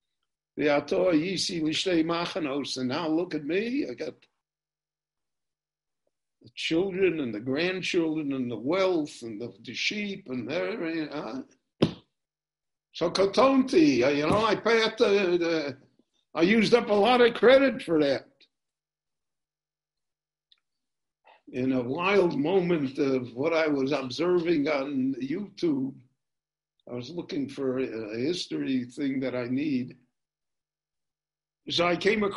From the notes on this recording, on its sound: This shiur in Pirkei Avot – Ethics of the Fathers – was recorded LIVE in Jerusalem via Zoom.